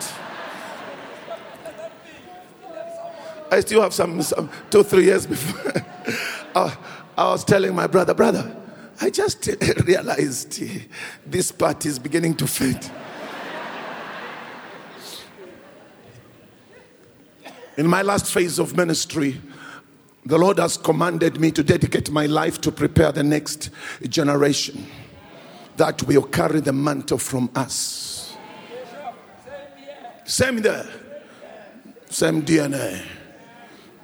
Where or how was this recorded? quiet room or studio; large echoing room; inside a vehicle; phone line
large echoing room